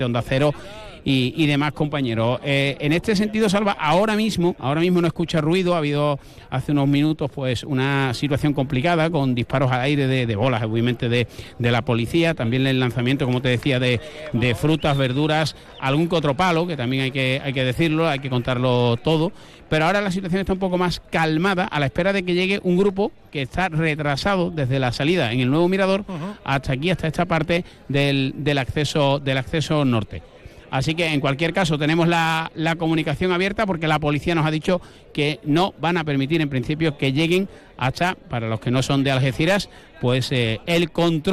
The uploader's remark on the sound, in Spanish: Conexión en directo desde la protesta de agricultores en el Acceso Norte al Puerto de Algeciras